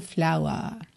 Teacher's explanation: esse R não tá enrolado